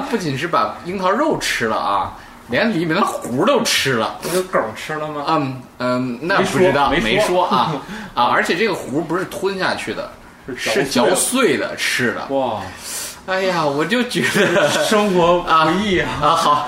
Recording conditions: background noise